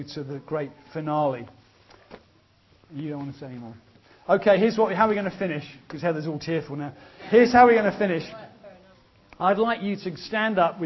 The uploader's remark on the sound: was recorded at the ChristCentral Elders & Wives weekend organised by ChristCentral, part of Newfrontiers.